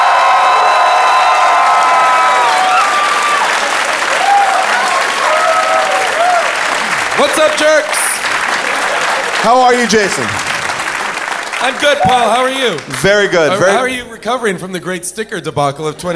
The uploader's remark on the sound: LIVE from Largo in LA. Audience Q&As.